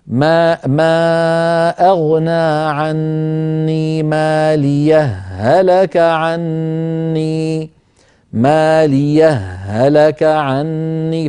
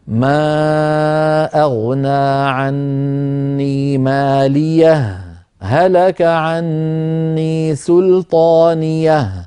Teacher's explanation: والذين لا يدغمون لابد أن يسكتوا سكتة لطيفة بين الهائين هكذا: ما أغنى عني ماليه، هلك عني سلطانيه، فيفصلون بين الهائين بسكتة خفيفة دون زمن التنفس · Shown in: second take